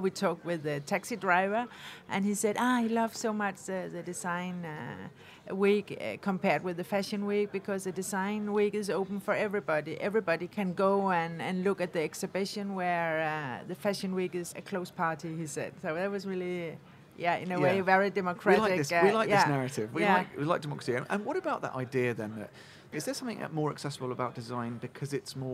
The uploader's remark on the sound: Live from Salone del Mobile